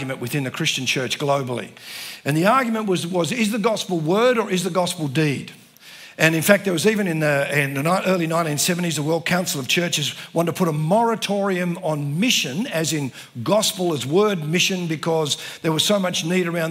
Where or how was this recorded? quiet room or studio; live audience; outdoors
live audience